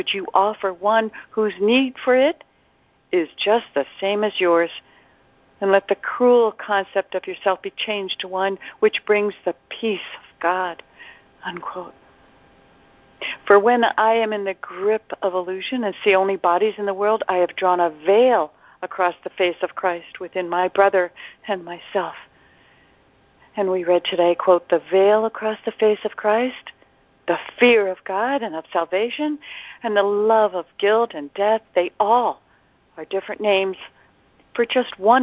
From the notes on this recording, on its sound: ACIM NOV 27 CONF CALL. ACIM Daily TEXT Conference Call.